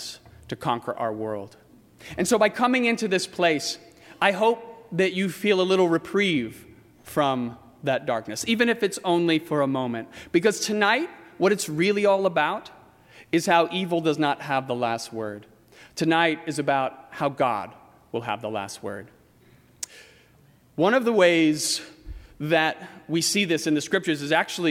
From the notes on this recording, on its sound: during the 8:00 PM Christmas Eve service on Sunday December 24, 2018, at First Presbyterian Church of Arlington Heights, Illinois.